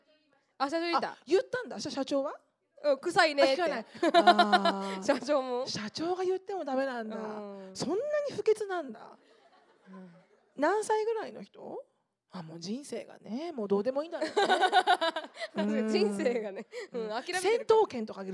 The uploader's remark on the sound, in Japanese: 公開収録。大阪公演の収録音声を大公開！LIVE質問コーナー（会場の皆さんからの質問に即興で答えます）。